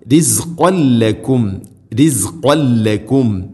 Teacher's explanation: തൻവീന് ശേഷം ലാമ് വന്നാൽ ഇദ്ഗാം ബിലഗുന മണിക്കാതെ കൂട്ടിലയിപ്പിക്കണം.